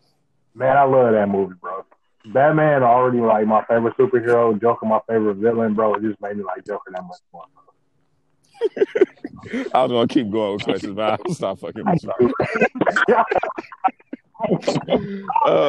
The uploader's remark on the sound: Quarantine Conference Call.